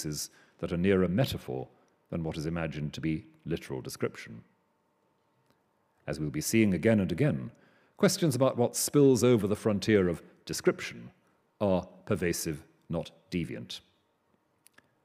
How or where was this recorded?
large echoing room